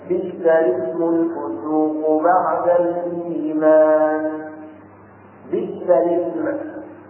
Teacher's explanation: فليس فيه إلا وجه واحد وهو إسقاط همزة الوصل وكسر اللام، إسقاط همزة الوصل وكسر اللام، يعني كما هو في الحالة الثانية المذكورة آنفا فتبين أن اللام مكسورة في جميع الحالات، والألف الذي قبلها هي همزة الوصل ولا يلحق بها الفتحة.